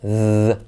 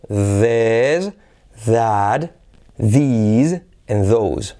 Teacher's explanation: como el sonido Z español, ¿vale? Zapato, Zaragoza, pero activando las cuerdas · Term: sonido TH